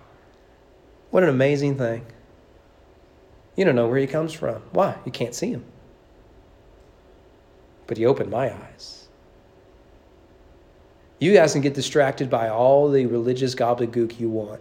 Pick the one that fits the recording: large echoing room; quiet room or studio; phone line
large echoing room